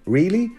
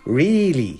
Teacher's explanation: To get the sound right, you really have to smile, like E. The leprechaun trap is that you elongate the duration of the vowel. · Shown in: second take · So instead of going really, they're going really.